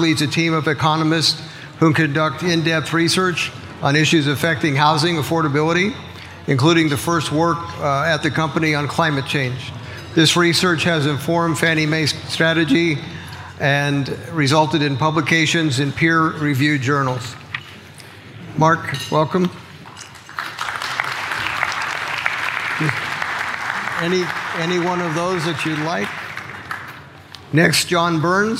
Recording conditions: live audience